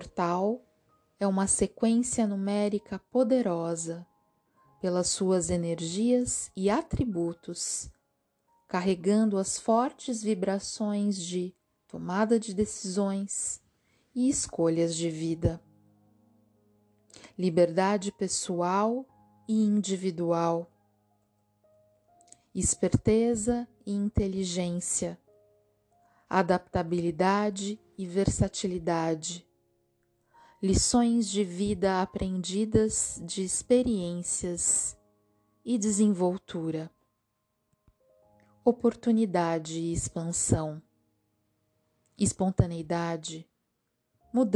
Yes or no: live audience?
no